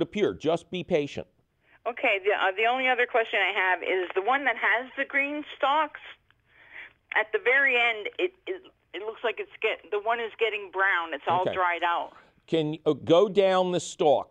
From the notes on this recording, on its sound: takes your phone call questions